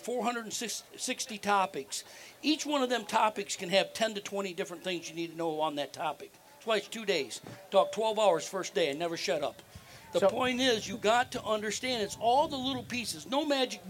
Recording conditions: busy venue